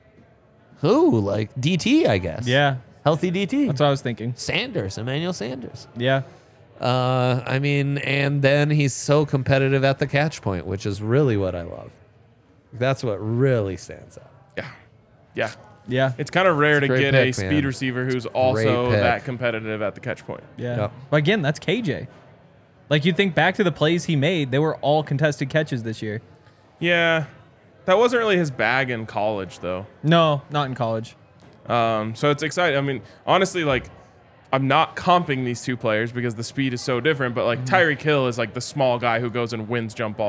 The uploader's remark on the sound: coming to you LIVE from the DNVR Bar